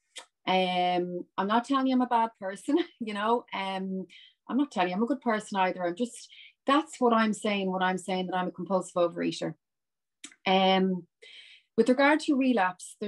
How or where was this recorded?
video call